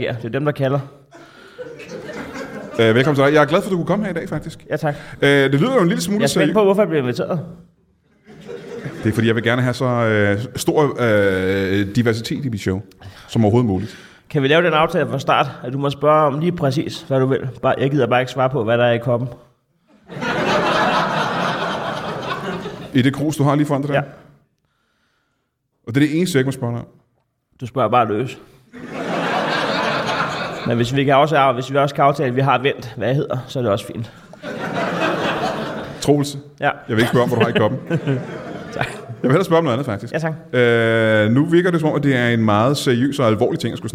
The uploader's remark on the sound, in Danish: LIVE fra Comedy Zoo. Optaget på legendariske Comedy Zoo foran et legendarisk publikum.